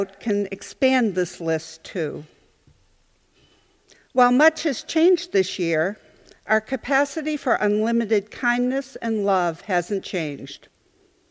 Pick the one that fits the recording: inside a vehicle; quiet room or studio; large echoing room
large echoing room